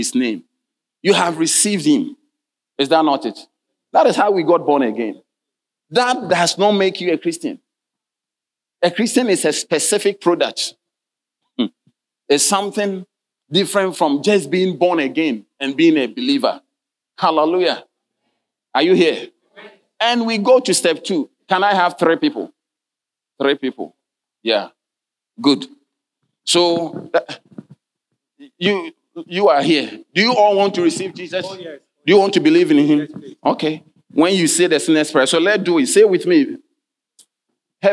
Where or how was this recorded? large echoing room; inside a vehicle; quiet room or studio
large echoing room